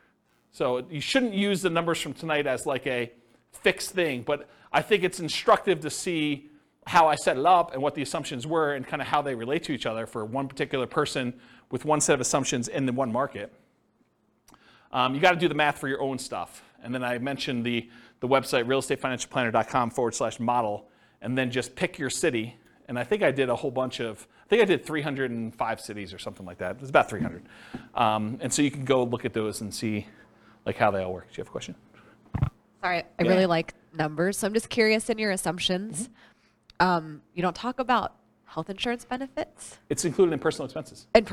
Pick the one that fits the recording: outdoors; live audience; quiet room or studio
live audience